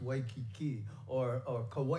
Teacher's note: The A and the I are like blended and almost, the I becomes almost a ghost where it's Waikiki or Kauai.